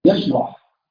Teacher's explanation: الشين فيها التفشي، وفيها معنى الهمس، وكذلك الحاء فيشرح، تشرح كده الحاء عندما تهمس النفس يذهب معها كل مذهب ويطير معها كل مطار، أليس كذلك؟